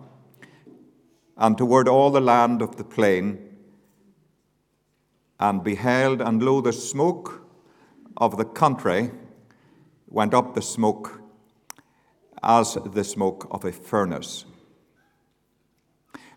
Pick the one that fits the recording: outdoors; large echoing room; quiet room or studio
large echoing room